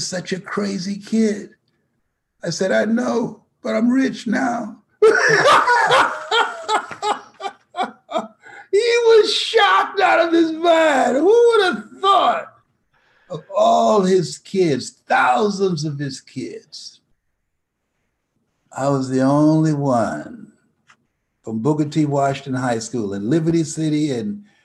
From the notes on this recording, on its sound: joined me on a webinar